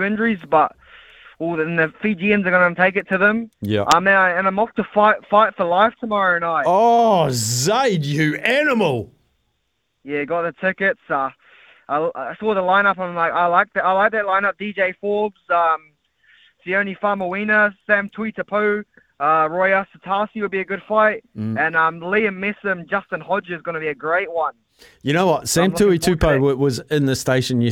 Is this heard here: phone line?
yes